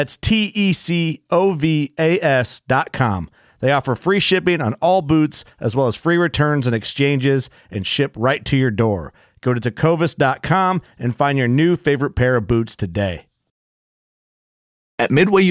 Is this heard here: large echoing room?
no